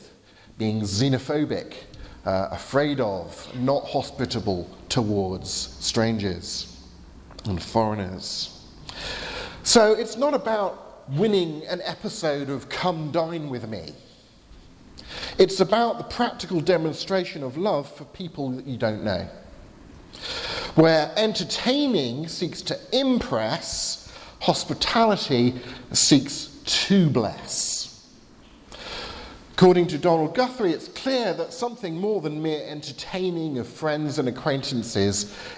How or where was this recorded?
large echoing room